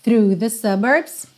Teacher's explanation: TH, th, th, th, linguinha lá na pontinha dos dentes da frente e já puxa no R